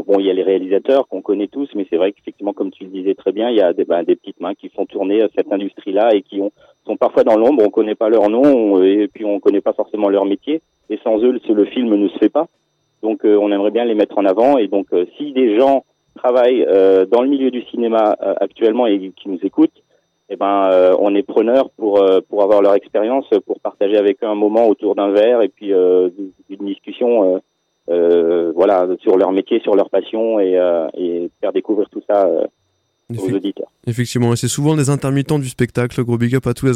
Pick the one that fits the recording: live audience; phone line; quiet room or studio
phone line